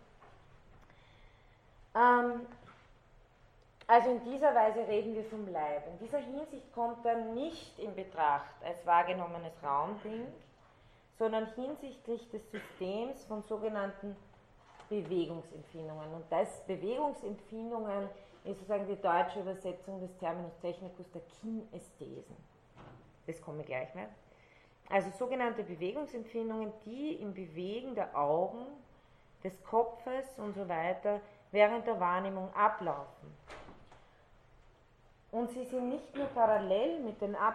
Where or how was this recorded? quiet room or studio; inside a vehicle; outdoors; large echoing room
large echoing room